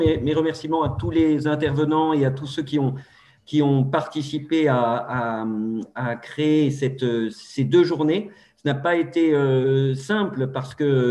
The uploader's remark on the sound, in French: Enregistré le 8 avril 2021 sur Zoom.